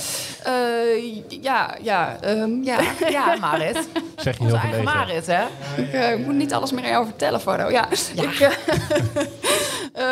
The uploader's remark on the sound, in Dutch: Tijdens een live podcast op de Lezersdag van Tubantia